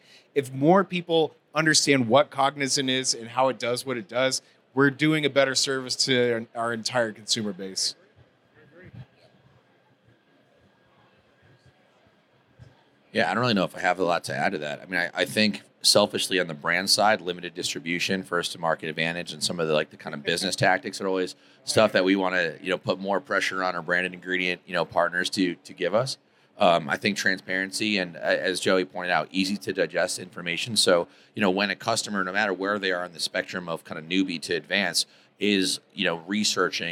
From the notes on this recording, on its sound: At SupplySide West 2024, one of the biggest events was a panel discussion held at the Kyowa Hakko USA booth.